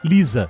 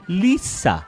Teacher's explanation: Esse único S não tem som de Z pra eles. Tem som de S mesmo. · Shown in: second take